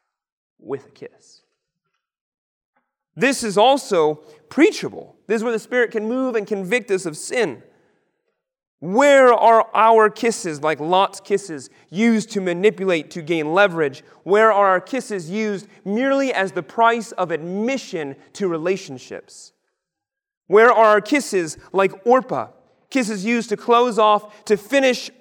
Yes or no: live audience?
yes